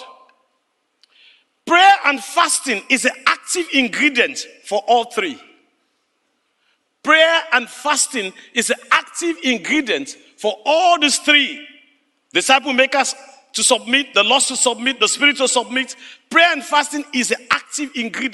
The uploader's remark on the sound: Speaking to a live audience. The video this clip was taken from originally aired inside Classroom 3 of the Discipleship.org Collective.